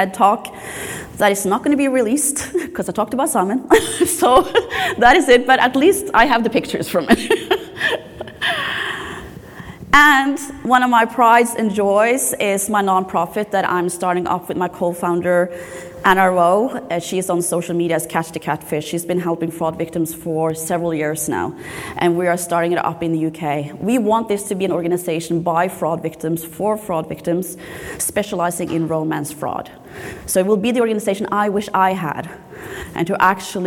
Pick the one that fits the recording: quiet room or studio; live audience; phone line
live audience